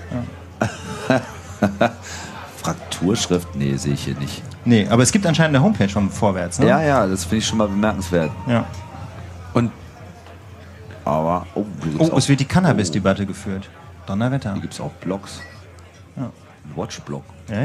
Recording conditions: live audience